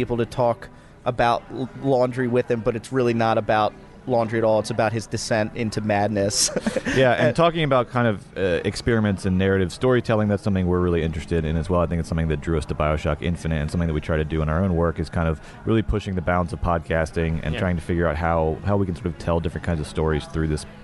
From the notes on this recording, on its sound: recorded in the heart of downtown Austin during the ATX festival